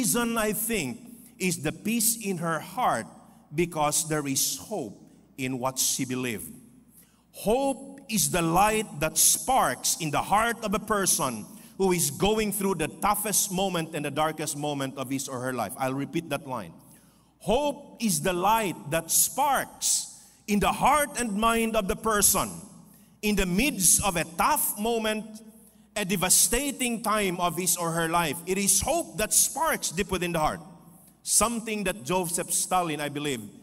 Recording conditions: live audience